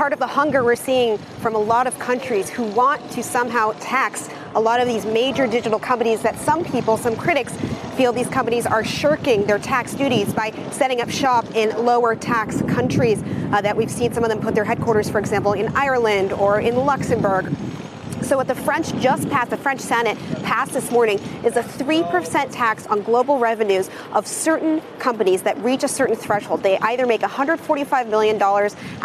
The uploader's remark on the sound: live from the New York Stock Exchange.